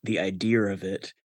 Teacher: you get R's inserted into places that other dialects of English don't have · Term: intrusive R